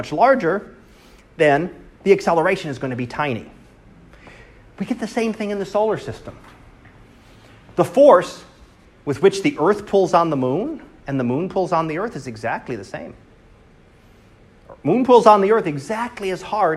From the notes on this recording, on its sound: Live Class Lecture.